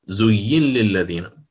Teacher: فعندك النون مع اللام، هذا إدغام كبير للسوسي